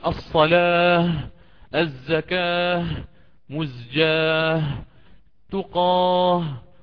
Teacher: هذه الكلمات التي تنتهي بهاء بتاء التأنيث، هذه التي تعامل عند الوقف هاء، فأقول الصلاة الزكاة مزجاه تقاه وهكذا.